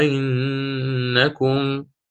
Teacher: يقرأها أئنكم مع الإدخال، قلت يمدها حركتين